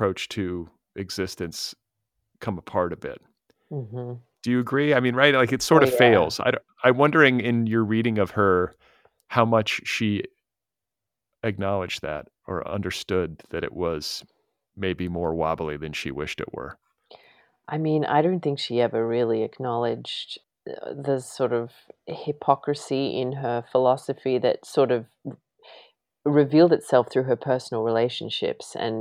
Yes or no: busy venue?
no